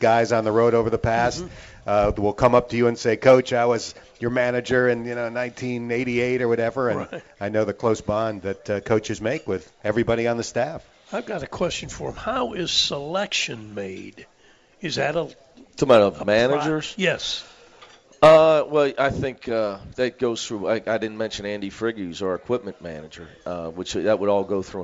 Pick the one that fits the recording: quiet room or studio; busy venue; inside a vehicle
busy venue